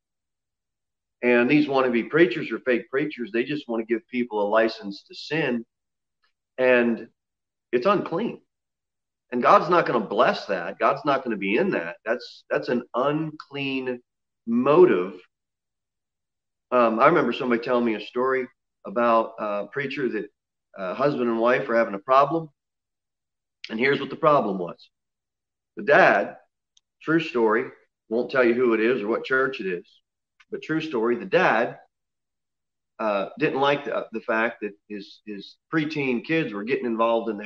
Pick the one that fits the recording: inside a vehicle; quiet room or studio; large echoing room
large echoing room